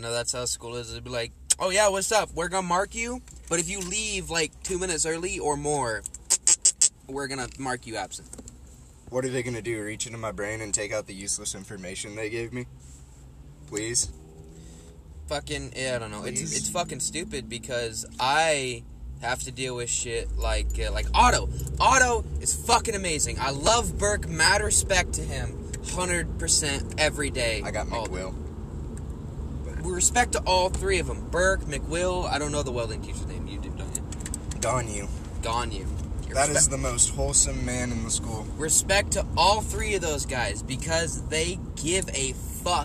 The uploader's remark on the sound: in the car talking